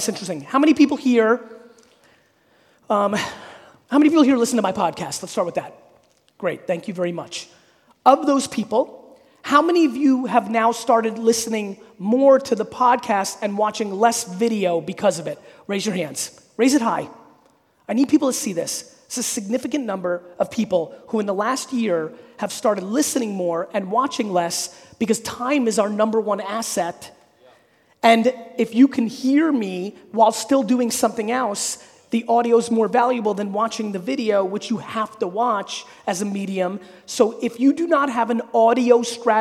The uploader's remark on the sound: A Keynote: Business Squared in Brisbane, Australia. There's a number of questions from the audience.